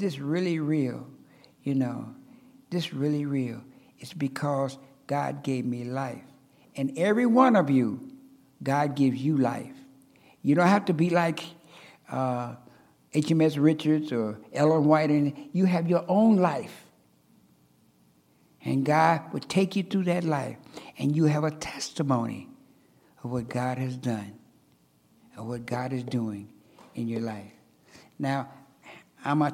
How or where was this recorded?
large echoing room